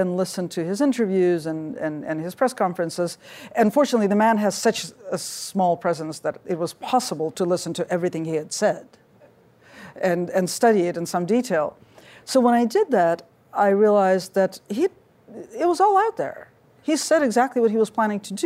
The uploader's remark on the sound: In a conversation at the 2018 New Yorker Festival